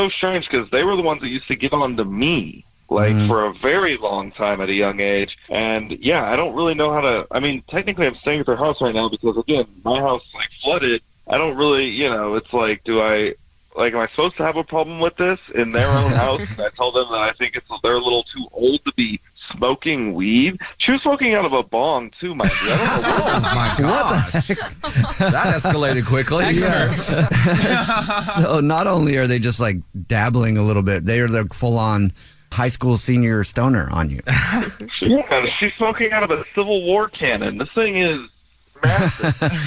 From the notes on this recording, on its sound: we have a listener on the phone